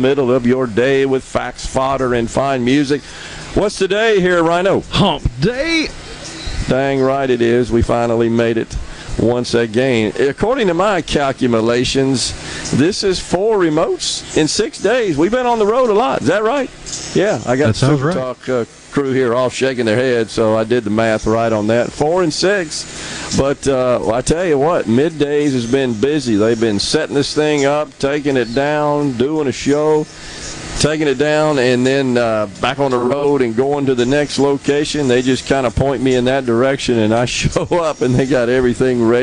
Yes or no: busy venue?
yes